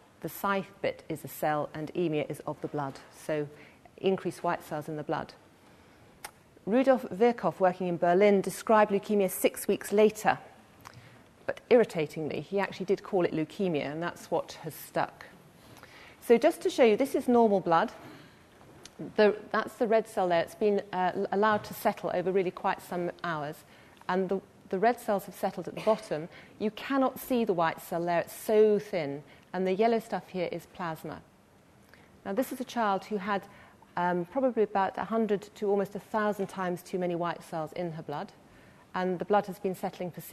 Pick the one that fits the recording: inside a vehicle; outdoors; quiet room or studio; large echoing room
large echoing room